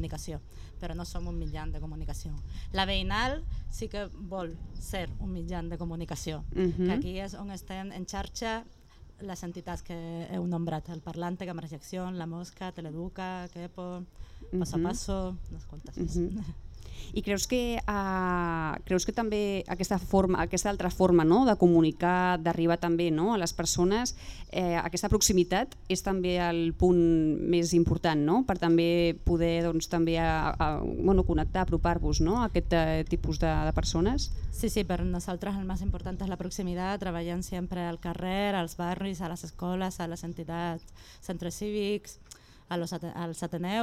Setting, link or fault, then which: setting, busy venue